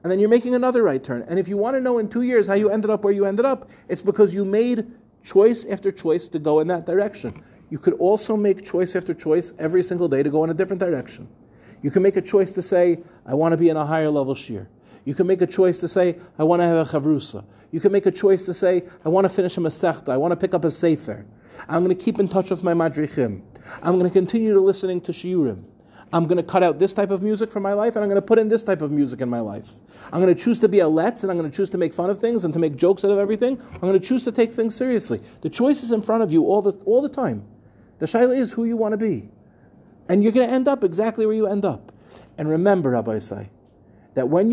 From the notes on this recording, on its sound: In this week's Parsha shiur, delivered at the final NCSY Kollel Mishmar of the summer